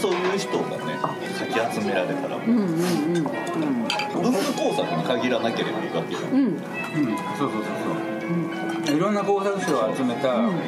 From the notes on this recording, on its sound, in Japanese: 店内BGMなどのノイズがガッツリです。お聞き苦しいかもしれませんがご容赦下さい。